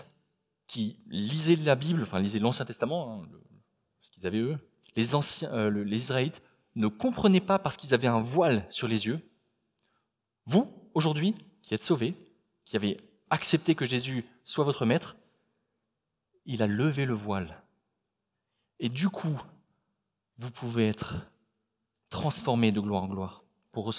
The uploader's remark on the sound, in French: Enregistré à l'église CVV, le 12/09/2021